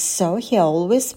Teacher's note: соединяем слова с помощью такого легкого звука «е»